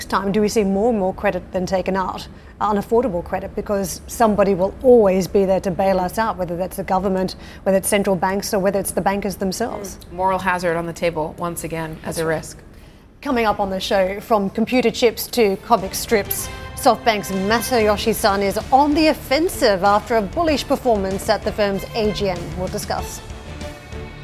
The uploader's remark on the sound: We are live in North Greenwich, London at the Ukraine Recovery Conference.